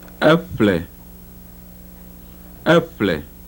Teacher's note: the voiceless bilabial fricative in a cluster